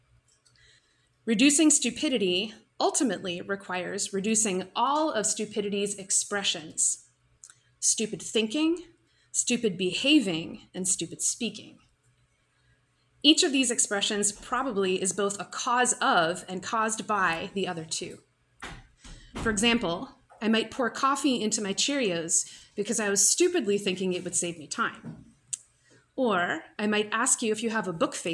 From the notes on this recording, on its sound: This lecture was given on September 28th, 2023, at the University of Illinois at Urbana-Champaign.